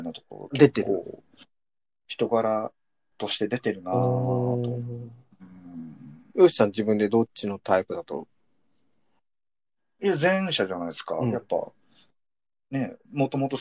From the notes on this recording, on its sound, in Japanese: 最初だけなんかちょっとずれてる。。ZOOM収録です。